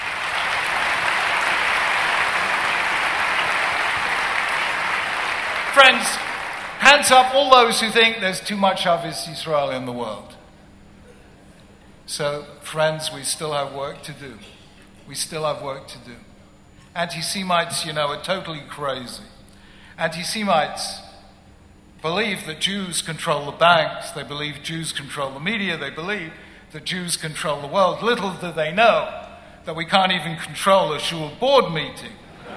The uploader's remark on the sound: At the 2011 International Conference of Chabad Shluchim. Addressed the International Conference of Chabad Shluchim in New York.